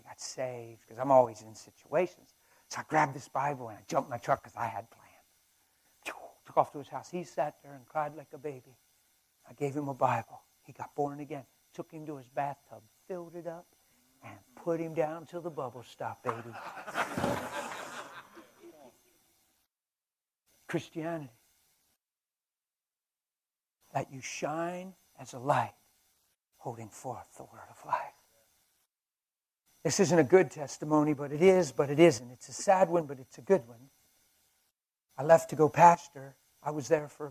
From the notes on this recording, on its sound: During our Saturday Men's Breakfast at the STEADFAST CONFERENCE